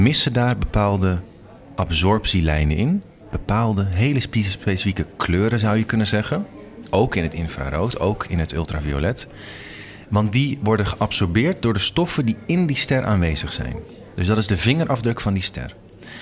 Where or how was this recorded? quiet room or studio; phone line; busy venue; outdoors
busy venue